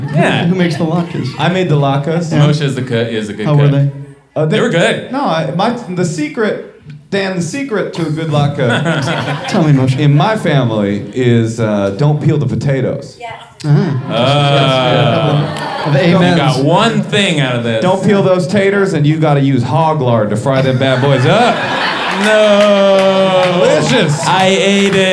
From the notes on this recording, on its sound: Recorded live at IKAR in Los Angeles.